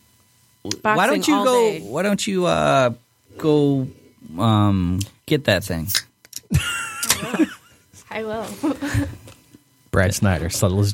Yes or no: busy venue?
no